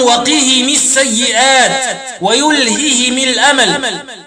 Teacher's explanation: وروح بكسر الهاء والميم وصلا فيقولون وقهم السيئات ويلههم الأمل، وقرأوا بإسكان الميم وكسر الهاء وقفا يقولون وقهم ويلههم.